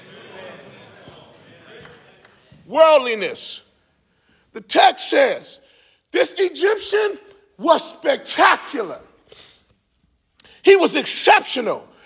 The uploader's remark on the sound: Preaching at the Wheaton College football team chapel